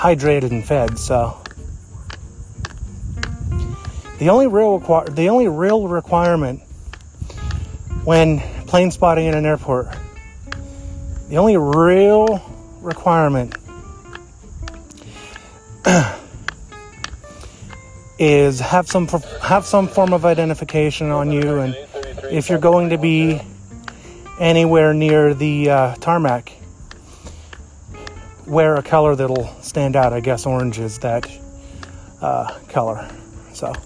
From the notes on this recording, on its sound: Plane spotting in New Florence, Pennsylvania. The beginning of the episode where I started the recording to remove the gap from when I started the recording to when I began speaking. Where I paused the recording.